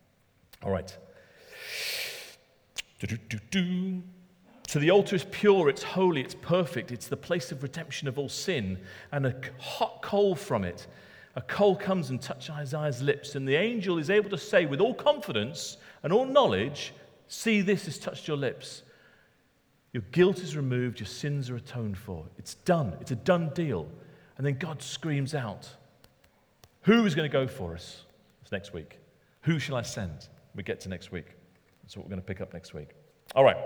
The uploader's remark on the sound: Talk recorded at Middlesbrough Community Church.